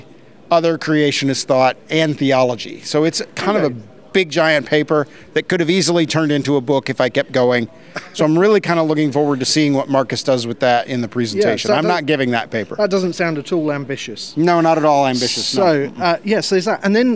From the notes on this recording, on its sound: Live at the ICC. Together in person at the International Conference on Creationism at Cedarville University!